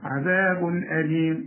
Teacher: تنوين وبعده همزة، الهمزة من حروف الإظهار ما تغنش